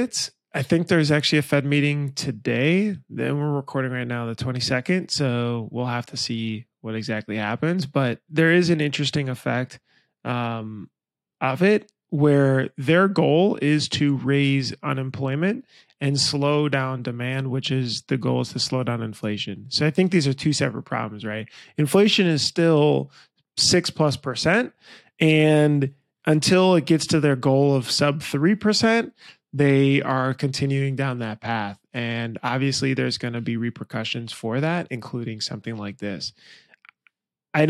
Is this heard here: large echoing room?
no